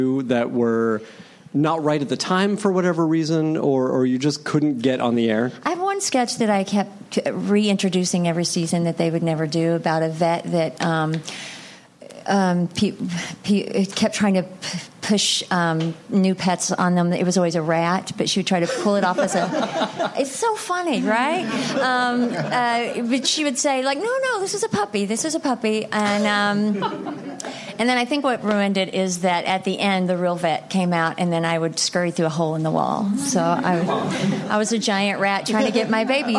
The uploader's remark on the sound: Recorded April 24, 2016 at the Nerdist Theater at Meltdown Comics.